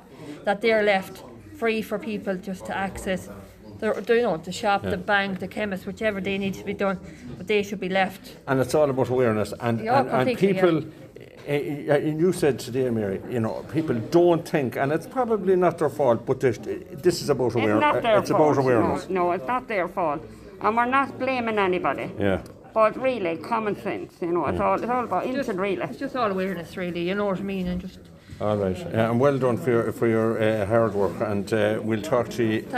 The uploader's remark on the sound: at the Make Way Press Conference Roscommon